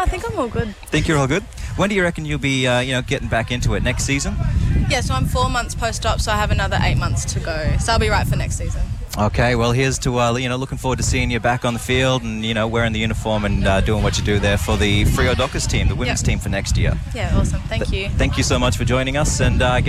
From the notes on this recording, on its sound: Outside Broadcasting from Cable Beach this morning for the Fremantle Dockers Purple Hands Foundation Footy Carnival!